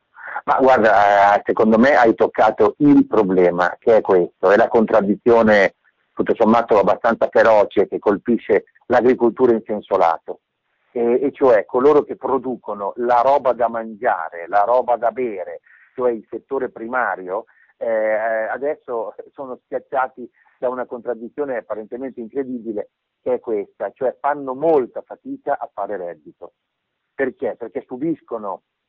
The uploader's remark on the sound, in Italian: al telefono